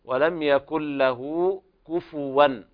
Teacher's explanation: صلة الهاء الضمير صلة صغرى تمد مقدار حركتين